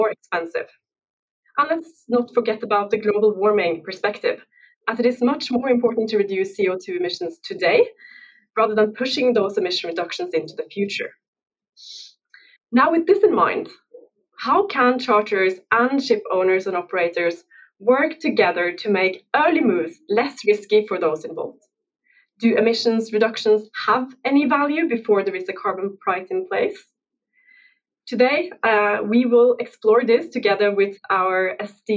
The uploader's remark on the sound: Webinar Recording. Catch up on the recording from the second part of our webinar.